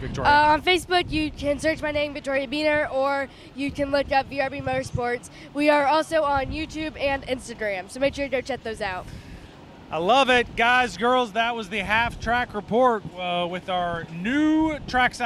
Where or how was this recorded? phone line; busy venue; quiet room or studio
busy venue